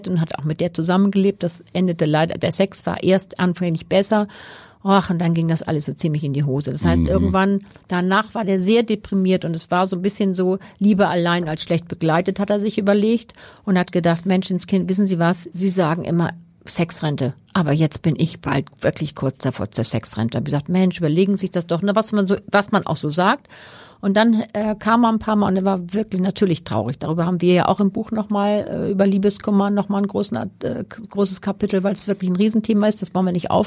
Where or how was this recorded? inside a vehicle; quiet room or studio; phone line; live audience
quiet room or studio